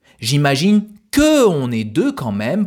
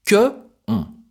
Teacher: même si le mot « que » est suivi du mot « on » qui commence par une voyelle, je prononce les deux mots séparément